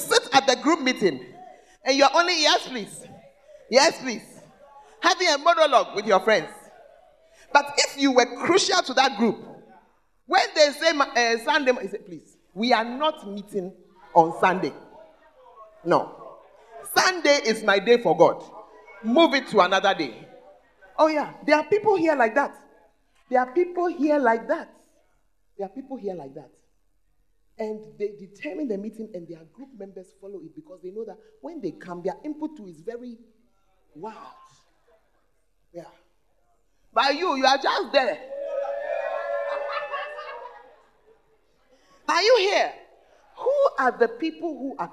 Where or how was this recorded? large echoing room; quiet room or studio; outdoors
large echoing room